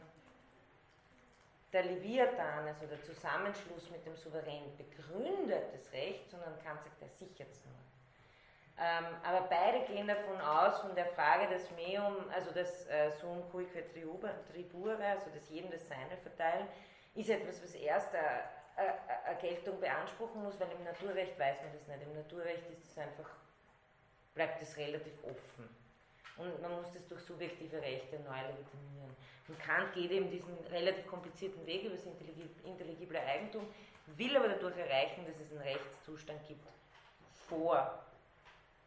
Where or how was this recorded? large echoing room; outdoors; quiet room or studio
large echoing room